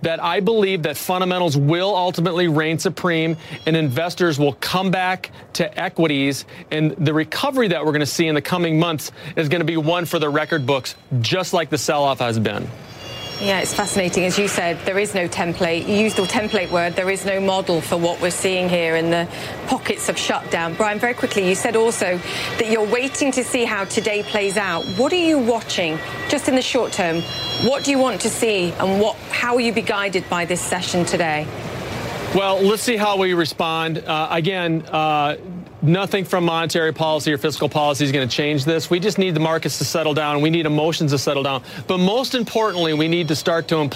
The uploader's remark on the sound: live from the New York Stock Exchange